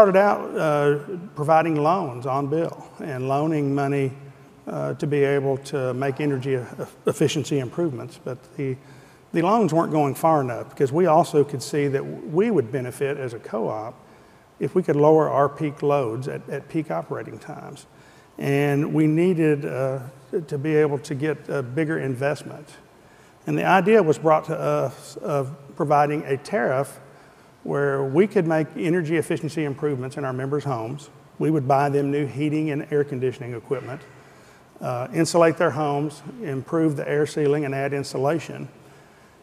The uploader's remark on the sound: The best of live interviews from GreenBiz events.